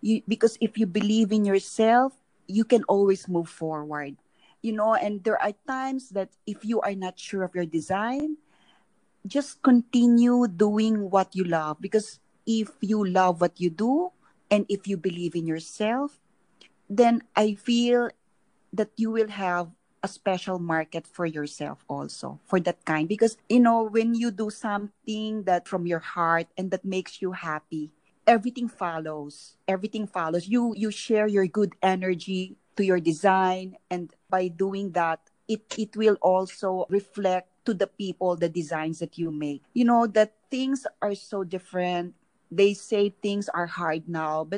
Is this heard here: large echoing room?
no